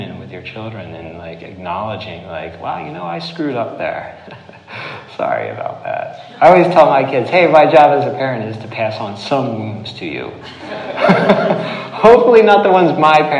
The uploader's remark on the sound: this recording of a recent talk he gave at The Siskiyou School in Ashland Oregon on 12/5/18